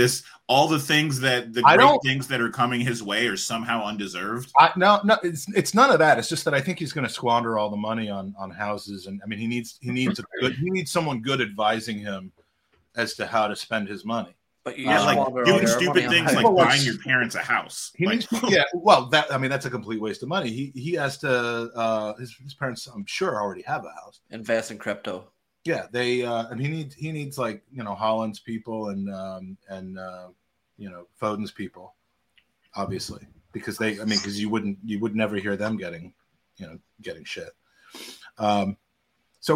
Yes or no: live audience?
no